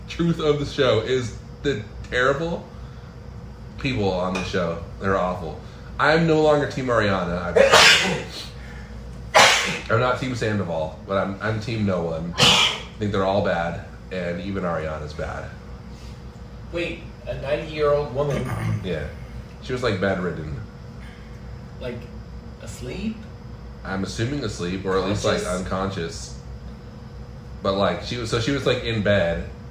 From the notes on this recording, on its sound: Pardon the noise: this episode was recorded to a single mic in a cheap motel room